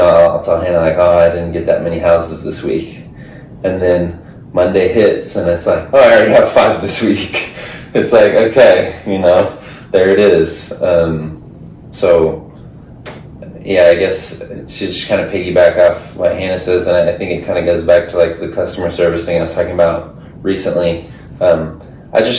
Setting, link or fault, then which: fault, poor sound quality